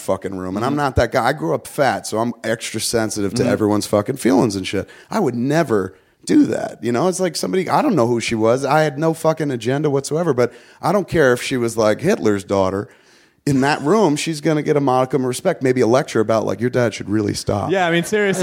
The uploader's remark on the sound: TOTAL PODMASH as we recorded at the Smodcastle on 1/12!